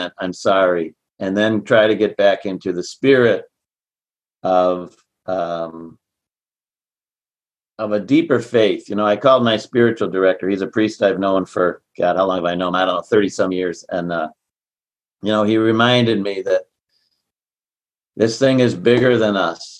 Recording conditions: video call